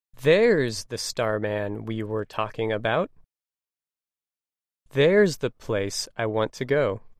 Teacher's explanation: In both examples, you can hear that the emphasis is placed on there because it is acting as an adverb.